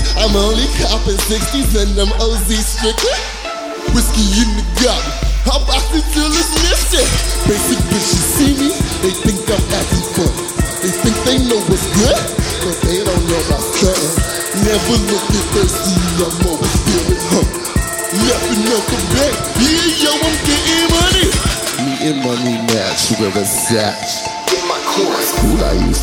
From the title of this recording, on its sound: Live from SXSW